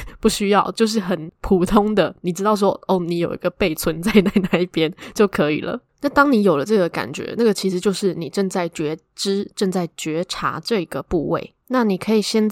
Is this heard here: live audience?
no